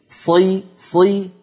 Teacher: انتبهي إلى الصاد ألا تقترب من السين · Term: فخم الصاد